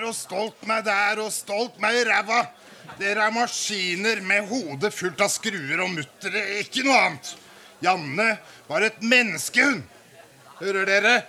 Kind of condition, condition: setting, live audience